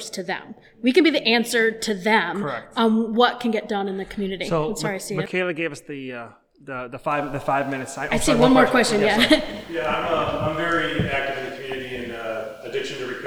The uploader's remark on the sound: This conversation is a live panel discussion from the 2023 Wilkes-Barre Connect Conference. Hear the live Q&A from the audience.